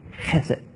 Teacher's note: Sometimes you'll see this if you have a transliterated like Bible software, and you see it's spelled H-E-S-E-D or C-H-E-S-E-D, because the H in Hebrew in this word is guttural, so it's like chesed.